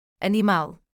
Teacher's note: When L appears at the end of syllables, it is pronounced as U